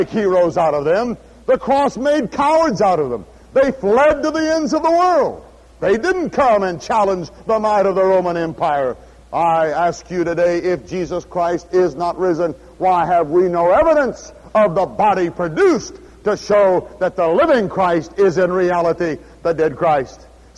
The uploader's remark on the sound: at Houston's First Baptist Church, Houston, Texas